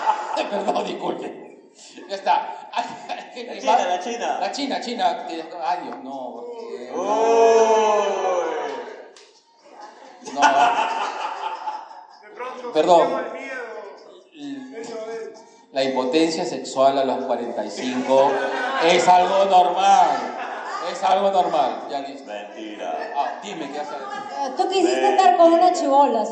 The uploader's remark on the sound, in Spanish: (en vivo). En esta ocasión, le traemos un episodio grabado de forma Clandestin. Y lo hicimos 'old school', con pita y grabadora. Así que la calidad del audio no es tan chévere.